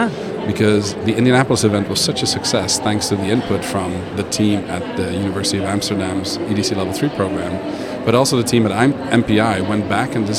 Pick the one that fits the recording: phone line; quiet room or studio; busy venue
busy venue